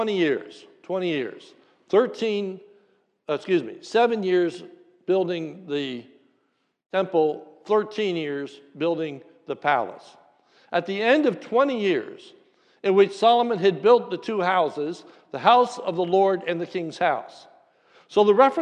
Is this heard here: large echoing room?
yes